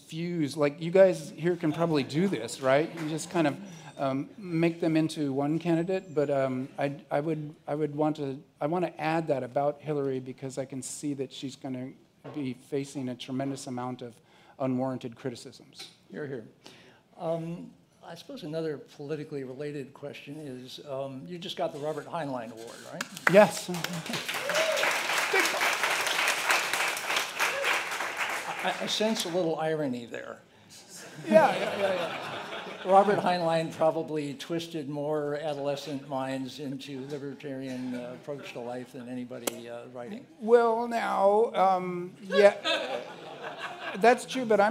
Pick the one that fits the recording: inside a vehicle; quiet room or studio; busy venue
busy venue